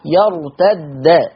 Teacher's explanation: حفص قرأها بدال مشددة مفتوحة يرتد، ورش قرأها بدالين، اتنين دال يعني بدالين، الأولى مكسورة زي ما الرسمة قدامكم على الشاشة، الدال الأولى مكسورة والتانية ساكنة، بس وانت عشان عارف ان التانية ساكنة نعمل لها ايه؟